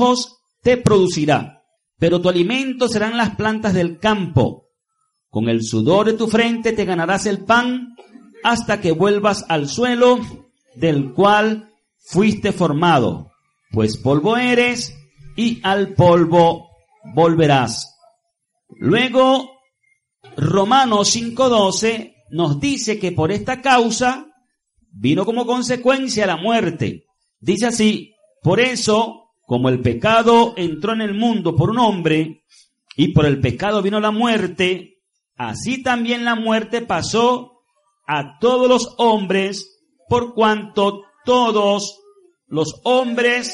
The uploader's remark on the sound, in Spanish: Transmitido en vivo desde la Asamblea de Yahweh Nazarena "Casa de Restauración" para la comunidad vecina y a través de la emisora.